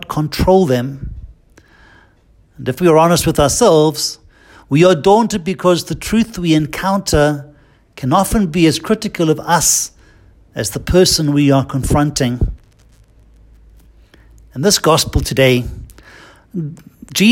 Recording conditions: large echoing room